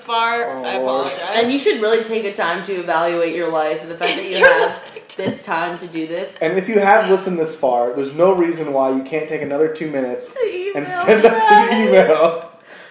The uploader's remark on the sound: Sorry about all the background noise. We literally had a bag of chips right next to the microphone.